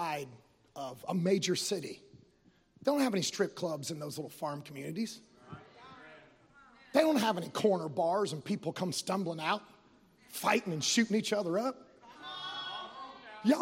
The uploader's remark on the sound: Live from the Tabernacle at Redemption!